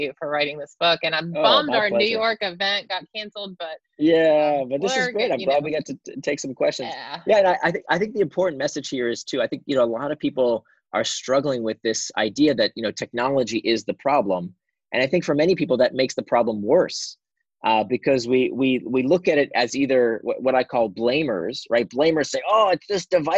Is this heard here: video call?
yes